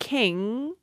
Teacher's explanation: that final sound is what linguists would call a nasal.